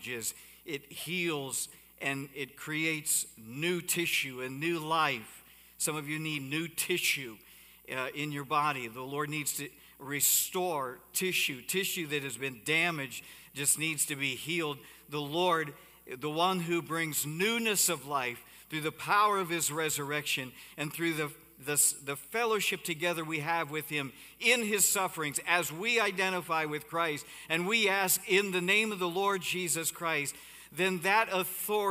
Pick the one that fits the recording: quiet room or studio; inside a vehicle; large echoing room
large echoing room